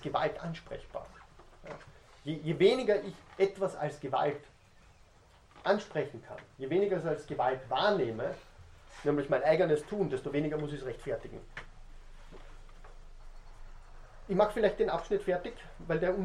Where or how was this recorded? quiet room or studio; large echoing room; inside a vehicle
large echoing room